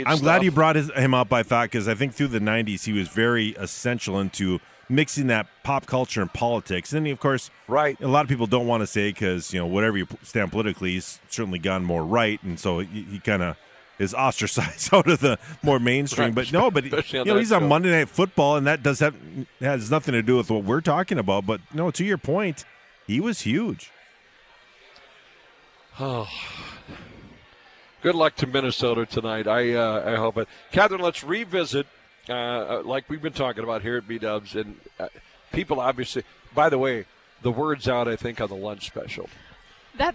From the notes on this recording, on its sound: broadcasted live from Buffalo Wild Wings